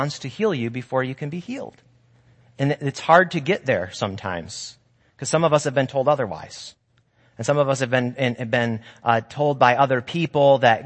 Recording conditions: large echoing room